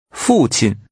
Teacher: Using a falling and a neutral tone, say father.